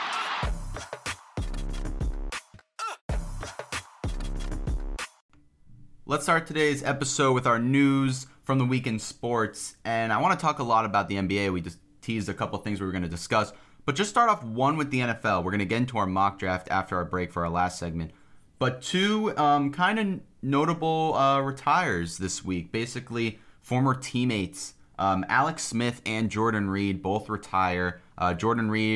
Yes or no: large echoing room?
no